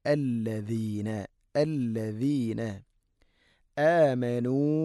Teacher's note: നാലോ അഞ്ചോ ഹർക്കത്ത് വരെ നീട്ടാവുന്ന മദ്ദ്, മദ്ദിൻ്റെ അക്ഷരമായ അലിഫിന് ശേഷം ഹംസ വേറെ പദത്തിൽ.